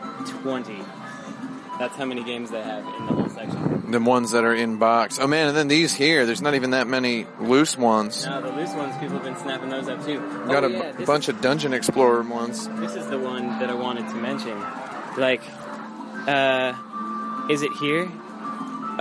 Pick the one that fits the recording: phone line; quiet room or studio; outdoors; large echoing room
outdoors